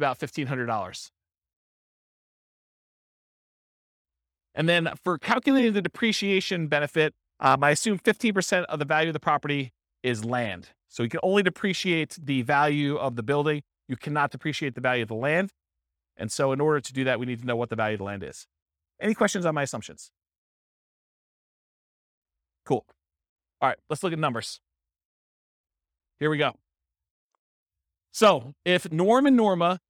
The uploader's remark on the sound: This was a live class recorded. Anchorage, Alaska. The live in-person version.